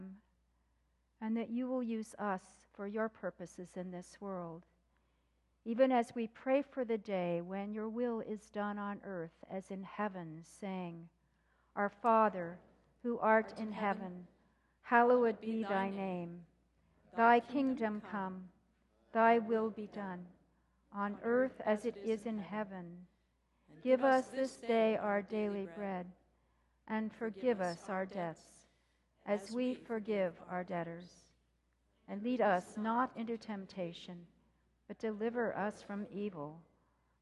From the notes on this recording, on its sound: This recording is from the 8:30am worship service.